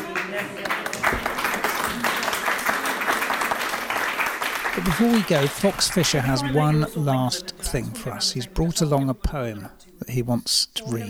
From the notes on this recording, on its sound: A special live podcast for Brighton City Reads 2018